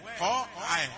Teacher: فوقع القاف مفخمة بين مرققين